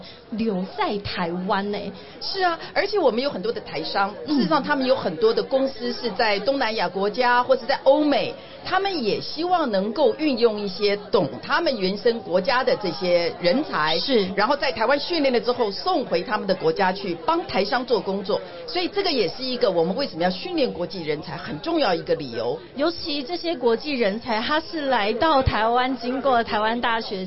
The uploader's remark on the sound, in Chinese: VISION 2022 臺大校園徵才博覽會-Live Podcast